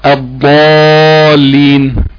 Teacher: الضاد واللام بيخرجوا من حافه اللسان، يعني من جانب اللسان. طيب الضاد من ورا، اللام من قدام، انتهى من غير سكون. · مخرج حرف اللام، الضاد واللام بيخرجوا من حافه اللسان، يعني من جانب اللسان. طيب الضاد من ورا، اللام من قدام